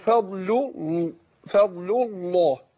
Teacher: فاقول فضل الله، يبقى انا لامين ورا بعض، سقط الالف بتاع الله اللي هو همزه الوصل